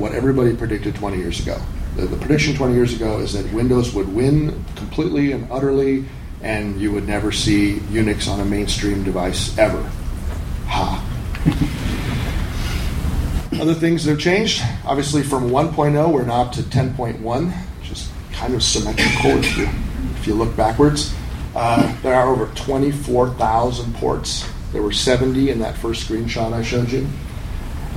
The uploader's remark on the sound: A recording from MeetBSD 2014 in California.